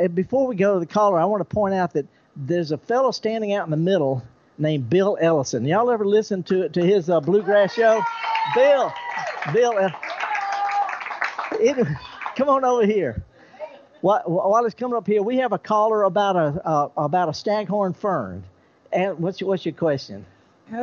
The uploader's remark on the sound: Broadcasts live from the 2022 Chimeyville Arts Festival. Chimneyville Arts Festival 2022 Live. Broadcasts live from the 2022 Chimeyville Arts Festival.